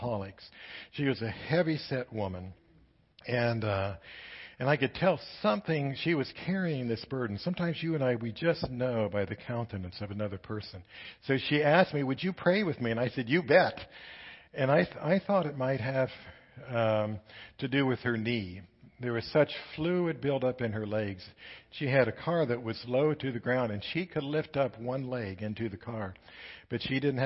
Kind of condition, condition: setting, large echoing room